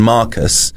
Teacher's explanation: then Mark is the stressed syllable, and then the us is unstressed